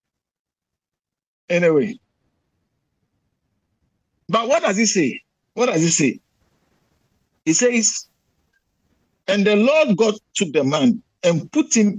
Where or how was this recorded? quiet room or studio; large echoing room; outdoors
large echoing room